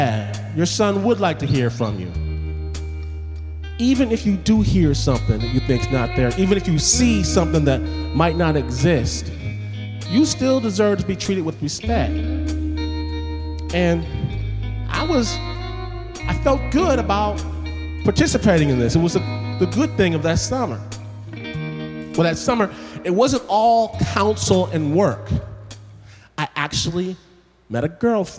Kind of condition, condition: setting, live audience